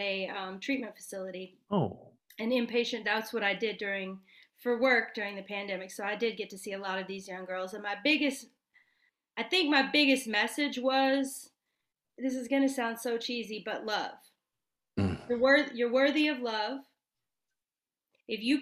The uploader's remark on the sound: From Raleigh, NC & Reading, PA on Zoom.